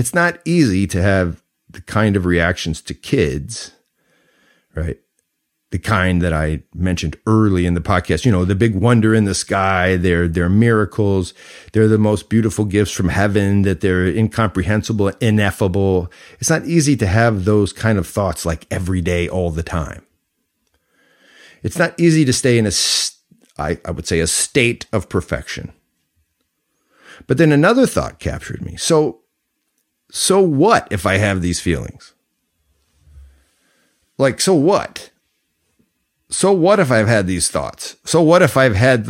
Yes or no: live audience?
no